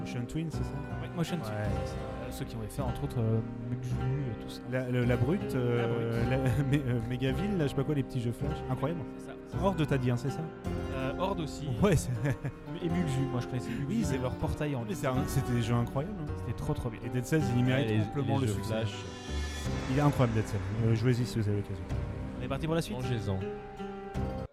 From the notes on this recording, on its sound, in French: Enregistrement pirate à PodRennes 2023. À PodRennes 2023 pour enregistrer un peu dans un coin ce nouvel épisode de Blind Test!